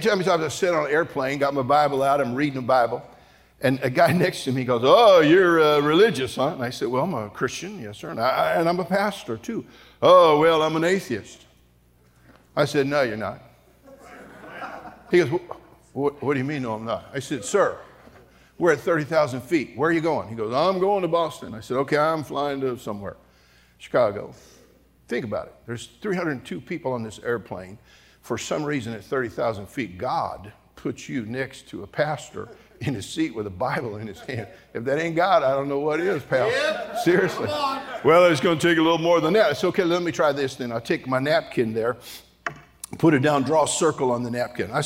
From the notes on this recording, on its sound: during the Wednesday Morning service of the 40th Annual National Youth Conference in Santa Clara, California.